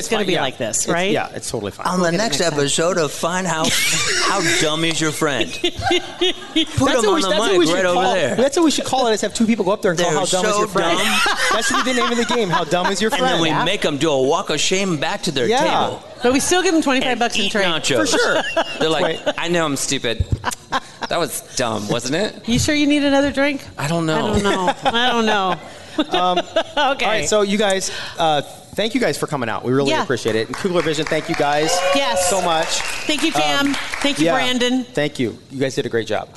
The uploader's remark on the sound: LIVE At Hail Varsity Club. Our LIVE podcast event was so much fun!